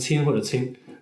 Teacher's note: 他是不分那个前后鼻尾，不分那个“n” 和“ng” 的